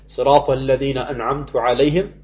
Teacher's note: Ich habe ein Fatha, aus einer Fatha habe ich einen Dhamma gemacht. Anstatt an'amta habe ich an'amtu gesagt. · Term: großen Lahn